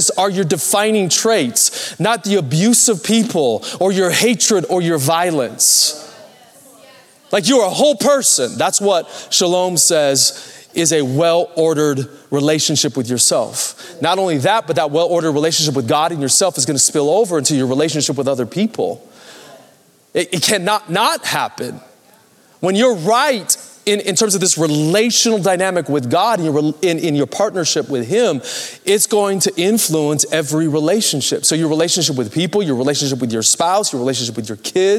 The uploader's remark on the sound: Recorded Live at Capital Church Meridian, Idaho